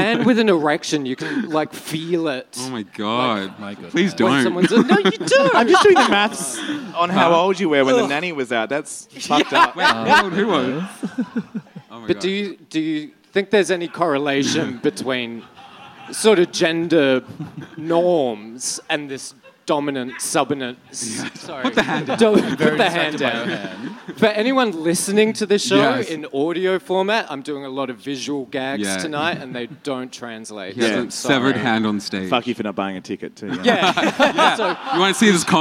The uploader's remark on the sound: We recorded a live episode in Melbourne for Midsumma Festival!